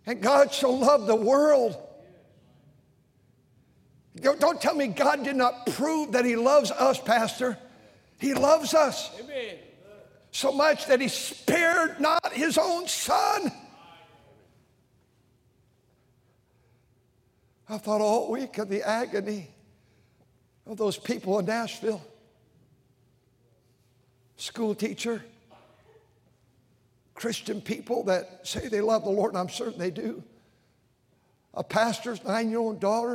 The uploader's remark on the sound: during the Sunday Morning service on April 2, 2023, at North Valley Baptist Church in Santa Clara, California